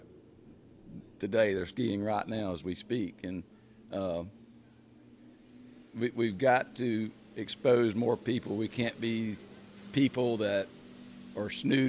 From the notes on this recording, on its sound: Recorded at Lake 38 in Quincy, Fl during the Pro Slalom event